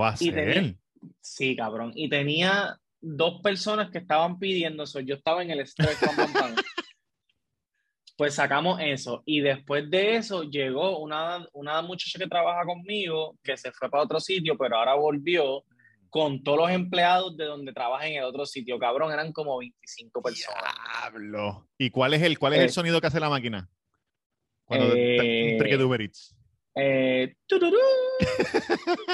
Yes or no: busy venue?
no